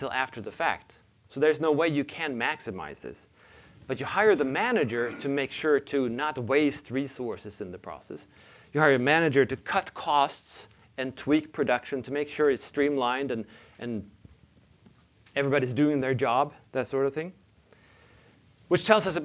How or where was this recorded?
large echoing room